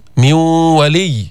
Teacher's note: أدغمنا النون في الواو، ذهبت النون بقيت الغنة، إدغام غير كامل، فينا نسميه ناقص.